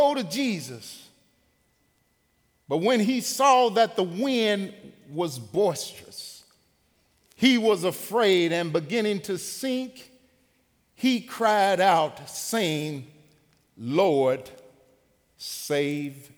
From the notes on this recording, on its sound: Recorded live at The Fellowship at Two Rivers on June 30, 2019.